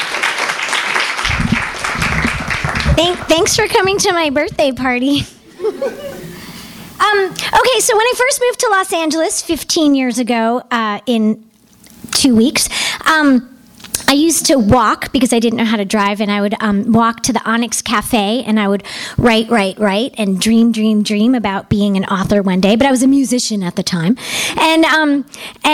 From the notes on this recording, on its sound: THIS EVENT WAS RECORDED LIVE AT SKYLIGHT BOOKS OCTOBER 25M 2011.